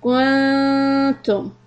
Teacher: the tongue is going to be very close to the makhraj of ta, towards the front of your mouth. · Term: ikhfa